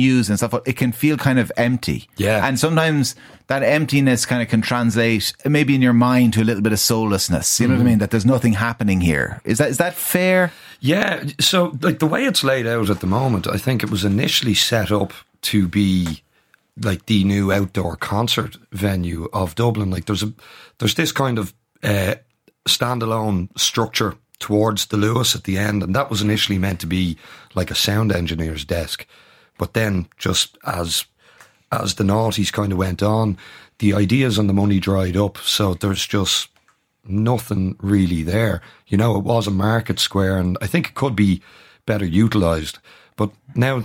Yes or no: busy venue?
no